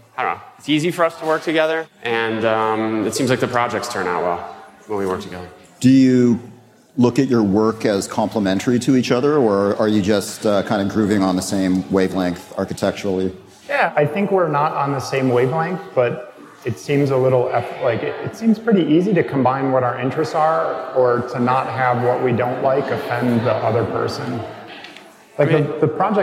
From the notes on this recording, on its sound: For our final live Mini-Session, recorded during our Next Up event at the Chicago Architecture Biennial.